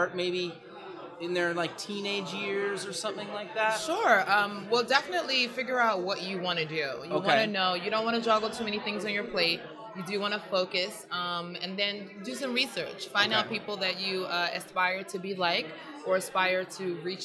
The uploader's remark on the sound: Live at the MEAs.